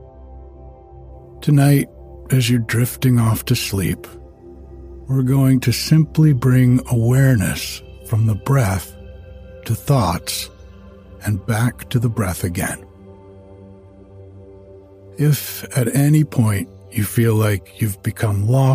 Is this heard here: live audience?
no